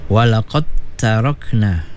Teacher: huruf dal diidghamkan pada huruf ta